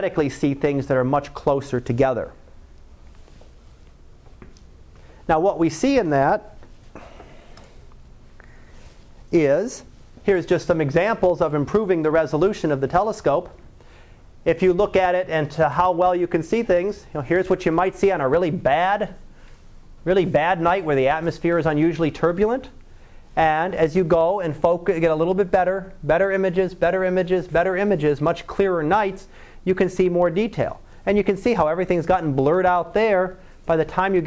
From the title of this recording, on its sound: Live Class Lecture